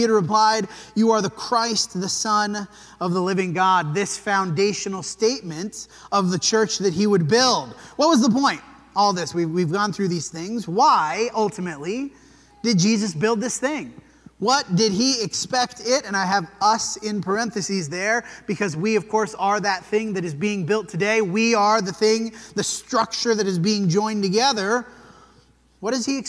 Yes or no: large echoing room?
yes